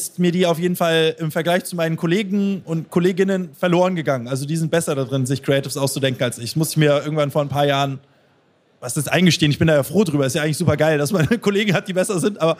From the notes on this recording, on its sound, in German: Live auf der OMR Bühne auf der OMR22.